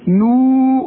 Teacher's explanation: انا بقول لك علشان المدود بالموازين قد بعض، شوف انظرونا نقتبس من نوركم، شوف نو، شوف المد، النون مضمومة بعدها واو، تمدها حركتين، لا تزود ولا تنقص. من نوركم قيل، الحرف مكسور بيحتاج الياء، بيحتاج برضو حركتين، المد اسمه المد الطبيعي.